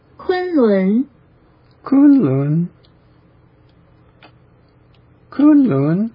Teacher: it's rising on the second syllable and high on the first.